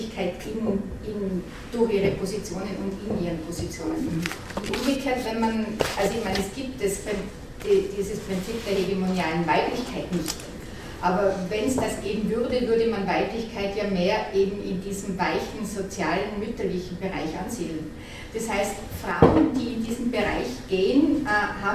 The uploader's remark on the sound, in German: LIVE-Mitschnitt des Vortrags. Universität Innsbruck.